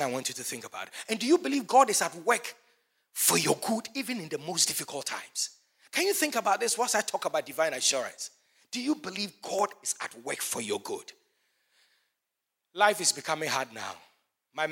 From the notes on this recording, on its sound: Sermon preached at CBC Shiashie Campus